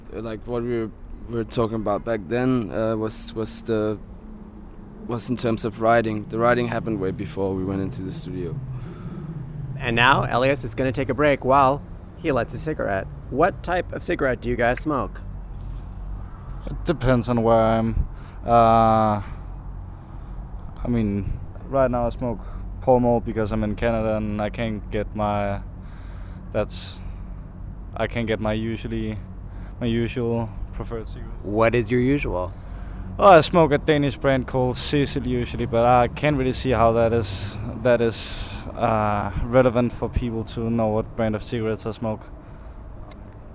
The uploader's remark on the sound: on the humid Toronto curb after an incredible show at NXNE festival